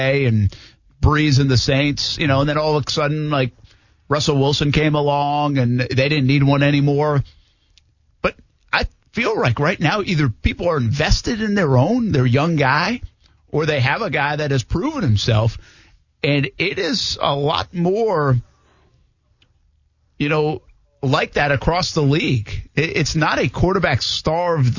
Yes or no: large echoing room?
no